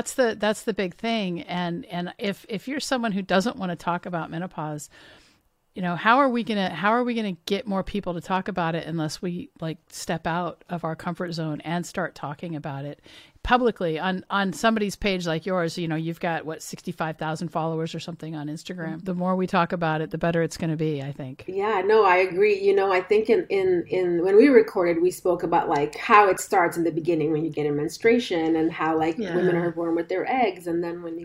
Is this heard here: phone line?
no